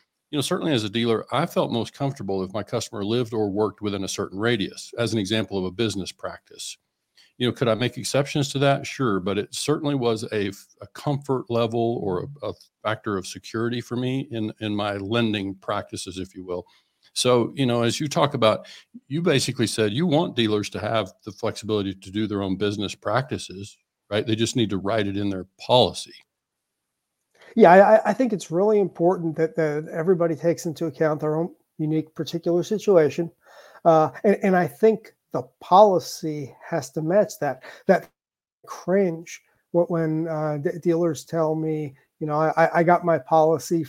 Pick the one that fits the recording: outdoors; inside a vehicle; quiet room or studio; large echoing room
quiet room or studio